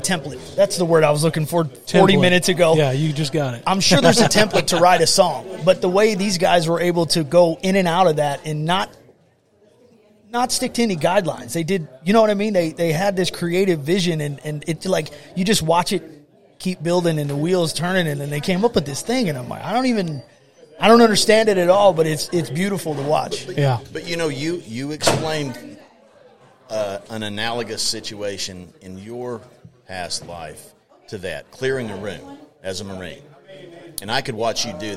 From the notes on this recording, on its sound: Live from the O’Fallon Elk Lodge. Culminating in a live concert.